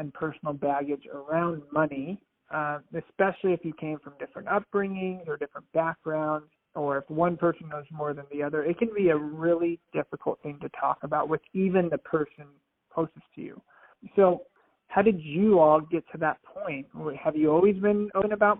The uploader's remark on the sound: Phone Audio